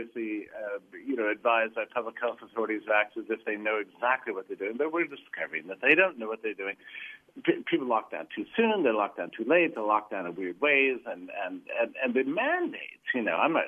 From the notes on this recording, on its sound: We also hear live calls from listeners on the topic.